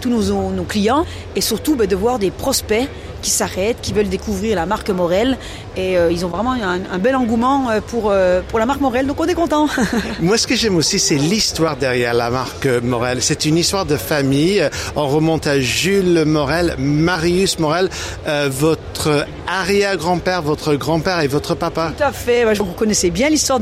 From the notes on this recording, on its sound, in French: (FR) Épisode 2 "en direct" du Silmo Paris 2023.